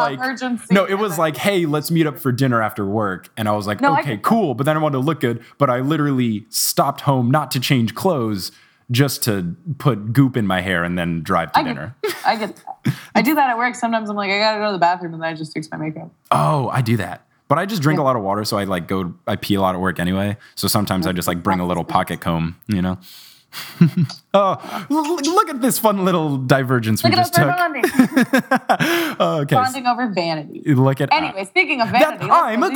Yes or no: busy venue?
no